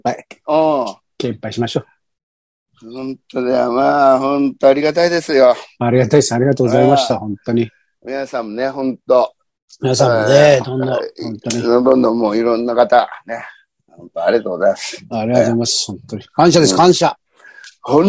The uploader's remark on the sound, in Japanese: ZOOMで収録〜。